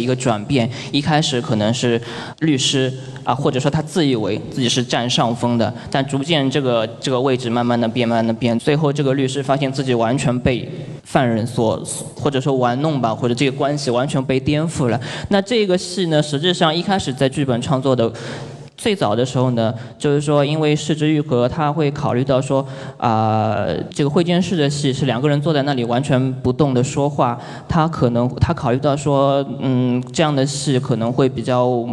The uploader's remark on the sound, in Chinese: 上海美琪大戏院。映后交流的现场录音。回答了现场观众的录音。